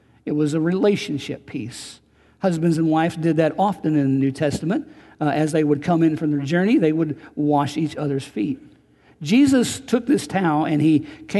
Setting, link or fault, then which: setting, large echoing room